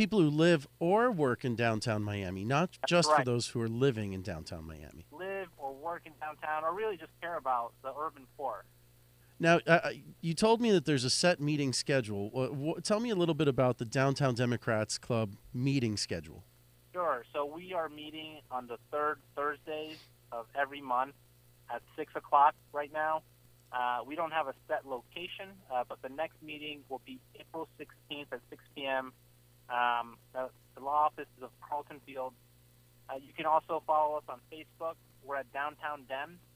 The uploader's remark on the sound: called in to the show